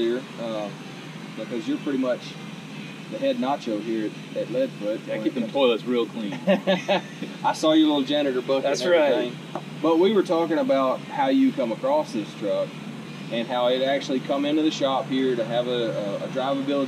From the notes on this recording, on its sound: CP Addict goes on location at Lead Foot Diesel Performance